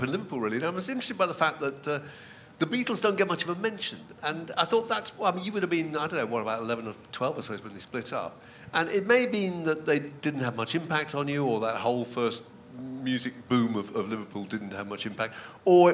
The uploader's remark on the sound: This podcast was recorded in front of a live audience at 21Soho in London on October 30th, 2023.